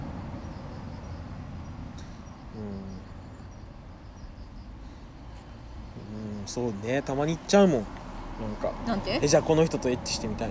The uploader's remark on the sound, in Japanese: 夜中の公園と缶チューハイであれこれ。オフラインで会いました。飲みに行った後、公園で話していたところを録音したので聞いてみてください！